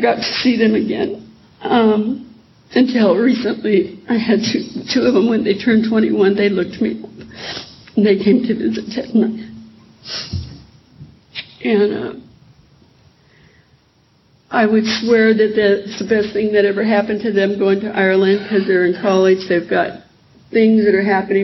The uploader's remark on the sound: In this recording from the 2010 AA Woodstock of the South.